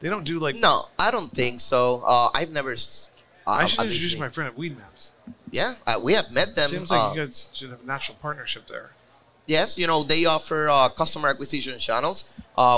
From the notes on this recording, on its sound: Recorded at MJUnpacked NYC